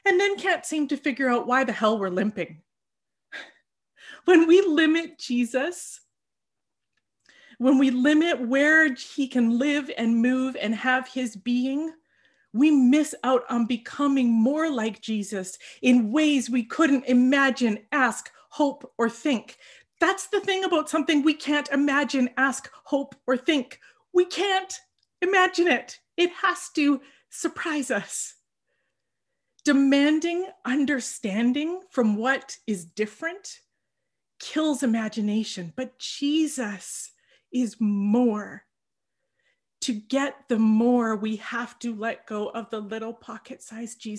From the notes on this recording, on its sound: For our zoom gathering this week.